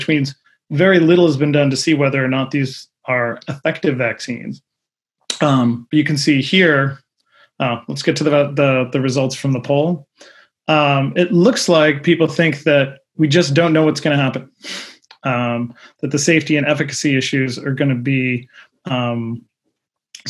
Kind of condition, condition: link, video call